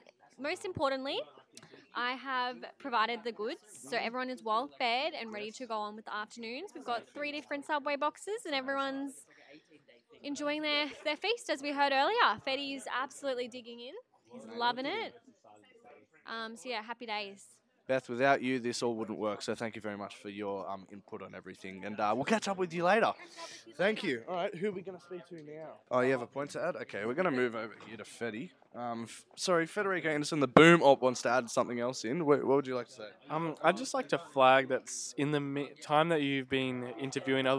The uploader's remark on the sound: We are joined live on the set of Stain. Interviewing the cast and crew, before, during and after production!